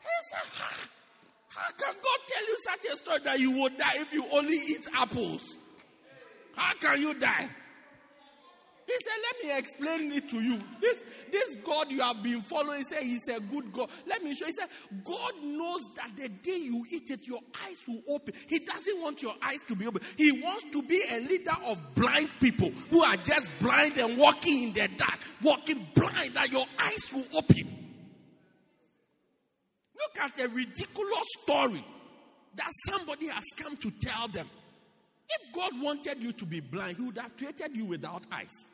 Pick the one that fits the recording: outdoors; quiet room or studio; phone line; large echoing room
large echoing room